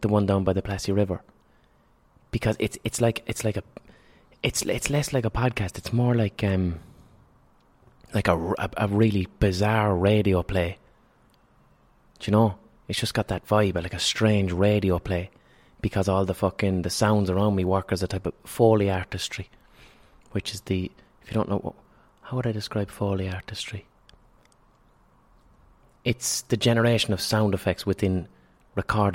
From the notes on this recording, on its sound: Recorded on a park bench.